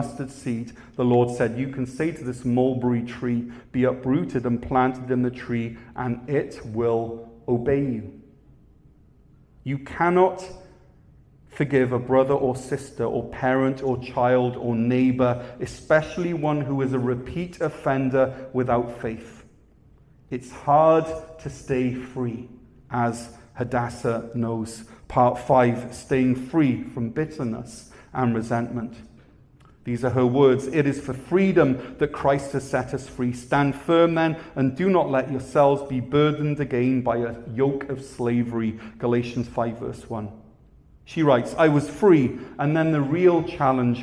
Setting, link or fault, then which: setting, large echoing room